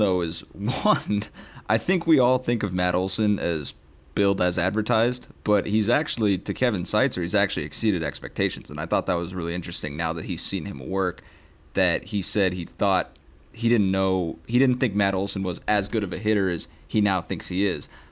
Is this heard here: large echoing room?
no